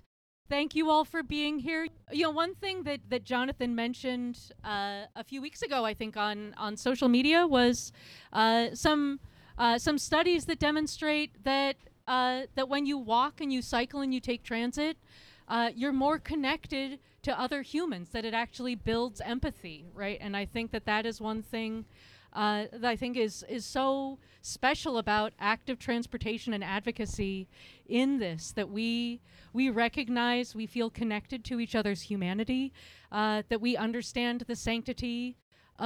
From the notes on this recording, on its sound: This interview was recorded in the public plaza on SE Ankeny between SE 27th and 28th. During the weekly Bike Happy Hour.